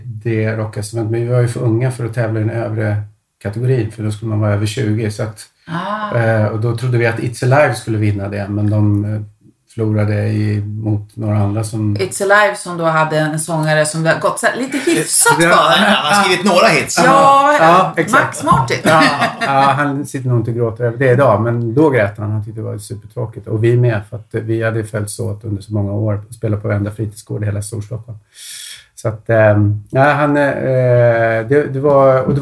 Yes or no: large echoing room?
no